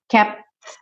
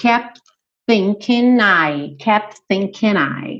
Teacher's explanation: Então, ó, kept. Depois do P, quando você fecha pro T, você já tá indo pro TH.